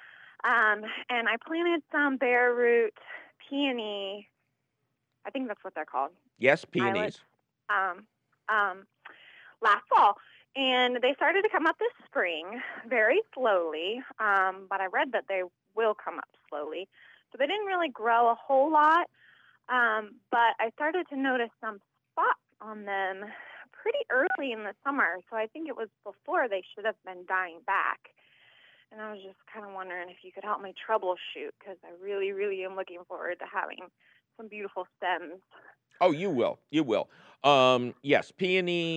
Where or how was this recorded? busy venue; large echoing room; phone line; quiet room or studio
phone line